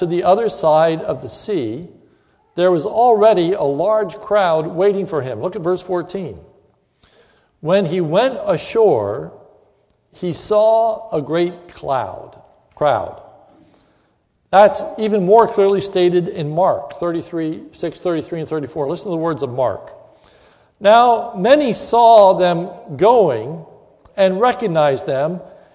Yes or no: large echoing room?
yes